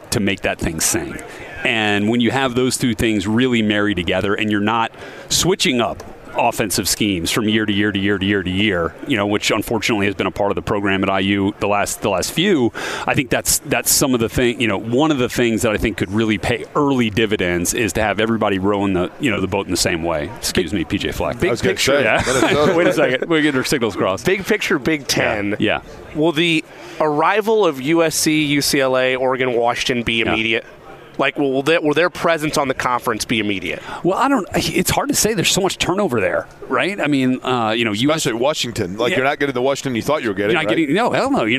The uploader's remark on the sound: live from radio row at the NFL Combine